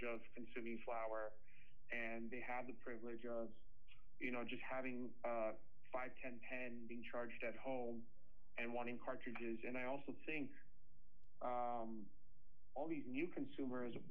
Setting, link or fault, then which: fault, poor sound quality